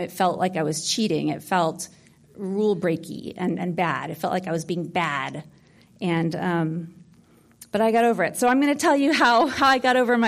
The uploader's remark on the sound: Talk from the 2018 Santa Barara Writers Conference. Santa Barbara Writers Conference 2018. Ninety Degrees Media for recording and sharing.